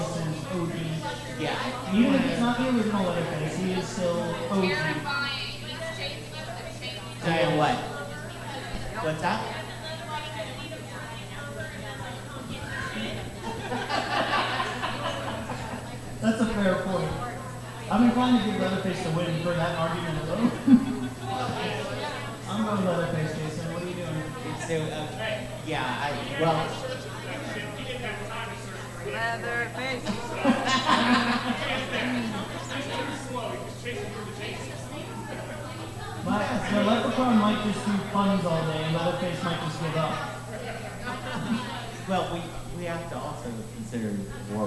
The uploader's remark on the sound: We had some technical difficulties during this episode...so the audio is a little rough!